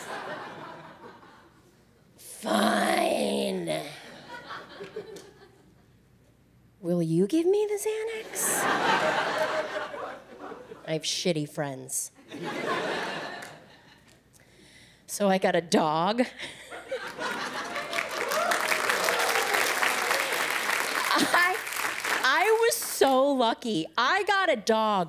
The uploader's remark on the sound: Special was taped at the Tribeca Festival in NY, one of the first events to re-open the city post-lockdown.